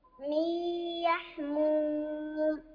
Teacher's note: من يحموم نون ساكنة وبعدها الياء هنا إدغام بغنة